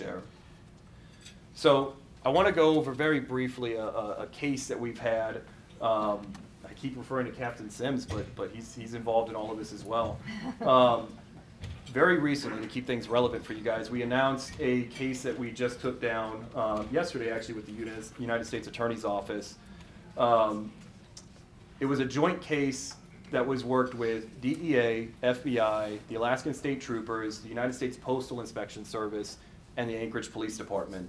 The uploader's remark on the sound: Recorded live at an event titled “Discover the Truth about Fentanyl in Alaska,” that was hosted January 26, 2024, by the FBI Anchorage Citizens Academy Alumni Association and held at the Petroleum Club of Anchorage.